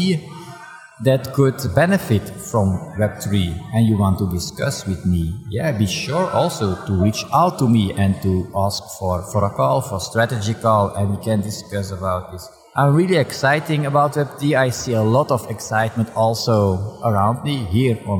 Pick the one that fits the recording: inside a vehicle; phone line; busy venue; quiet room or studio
busy venue